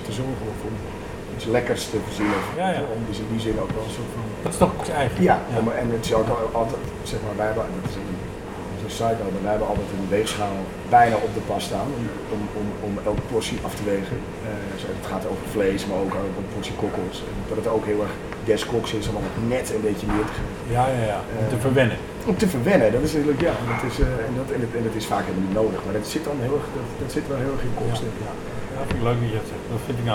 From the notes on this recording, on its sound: De geluidskwaliteit is niet wat t wezen moet: mijn amateurisme.